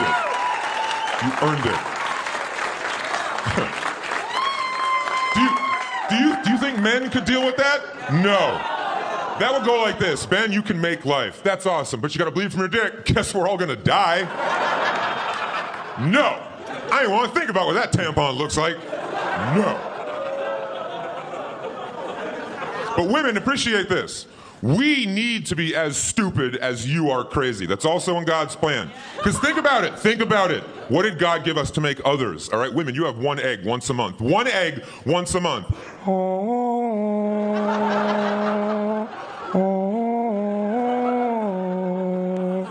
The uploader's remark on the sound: Gotham Comedy Live Stand Up Comedy.